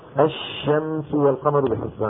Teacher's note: يعني مثلا لما نقول الشمس والقمر بحسبان، مثلا هذه شينين، فالشين الأولى الساكنة لابد أن تأخذ حقها كاملا من الرخاوة وهو المط · Term: الحرف المشدد